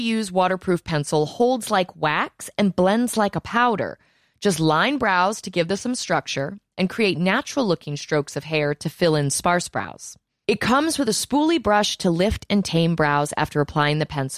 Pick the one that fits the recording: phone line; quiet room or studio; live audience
quiet room or studio